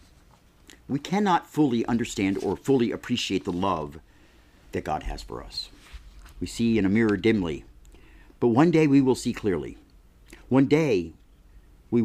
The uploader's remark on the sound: Dallas Universal Life Church presents this full service, recorded July 26, 2020.